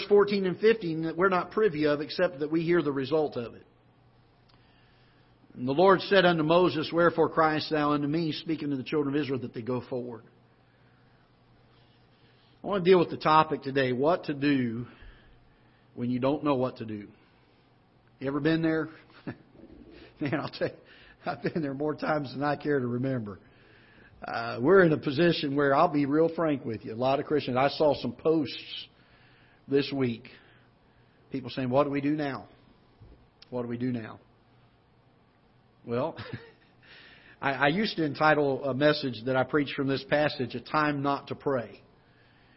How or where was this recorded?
large echoing room